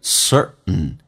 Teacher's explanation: Certain，当 t 跟 n 在一起的时候，t 是可以不发音的，所以就变成 certain，气流阻塞一下到 n 这个发音。